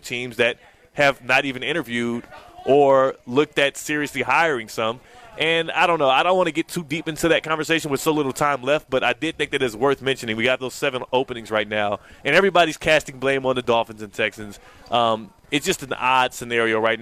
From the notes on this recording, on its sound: live from the South Florida Fair!